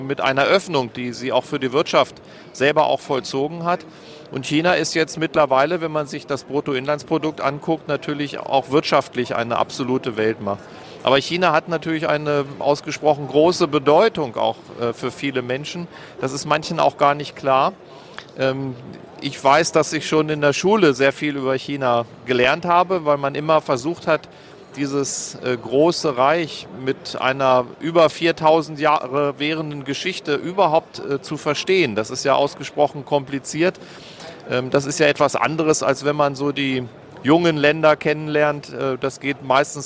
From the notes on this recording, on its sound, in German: Live Interview auf Hannover Messe 2023